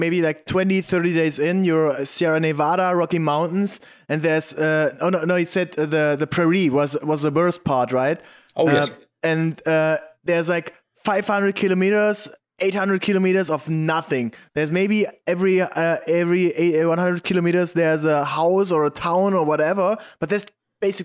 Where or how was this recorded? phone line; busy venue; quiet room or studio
quiet room or studio